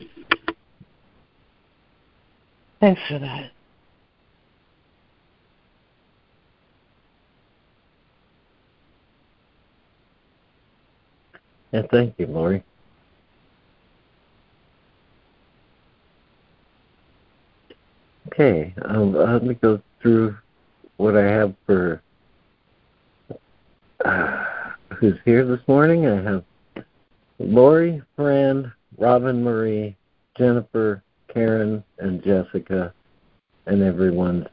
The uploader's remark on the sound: ACIM Daily Conference Call